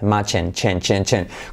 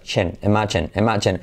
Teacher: Como un sonido CH, pero activando las cuerdas.